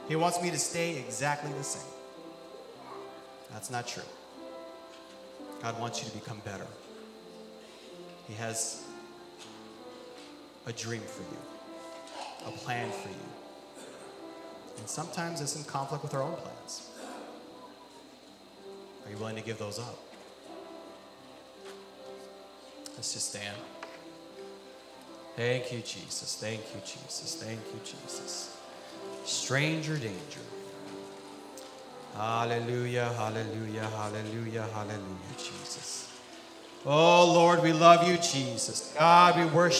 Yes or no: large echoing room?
yes